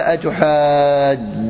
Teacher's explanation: قالوا، قال أتحاجوني في جوني بالتشديد، أصلها أتحاججونني، أصلها أتحاججونني، فسكنت الجيم الأولى وأدغمت في الثانية فصارت أتحاج بتشديد الجيم